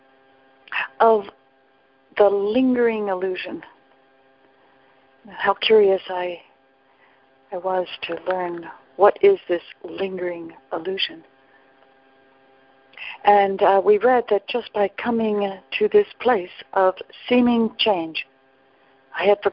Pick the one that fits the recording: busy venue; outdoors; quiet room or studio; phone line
phone line